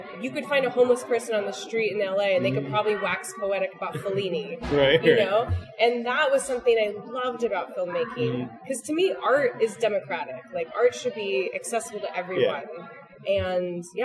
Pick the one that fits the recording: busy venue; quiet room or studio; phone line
busy venue